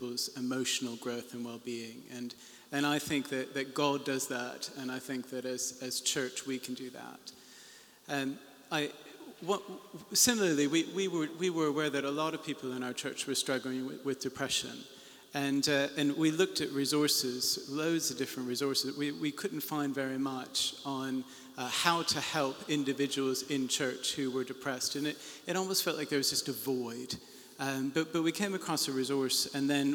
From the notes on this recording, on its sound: The closing panel from the launch of the Mental Health Access Pack - Phase 2.